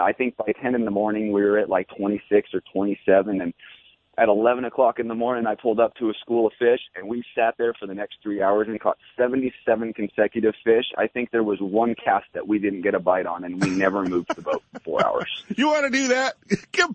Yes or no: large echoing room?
no